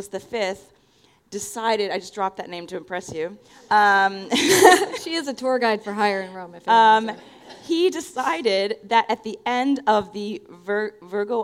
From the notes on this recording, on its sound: We explore the concept of synchronicity live on stage in Seattle. We also take audience questions.